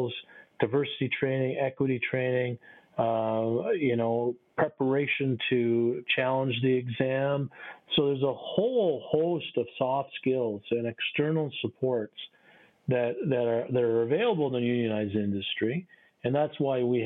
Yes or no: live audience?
no